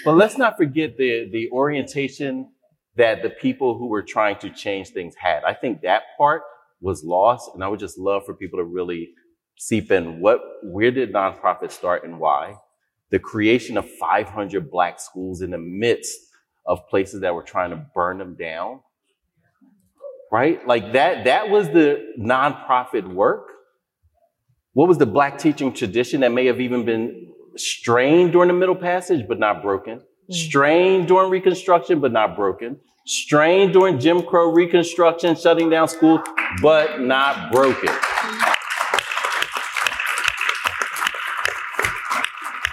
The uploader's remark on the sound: Recorded during this year's Grantmakers for Education Annual Conference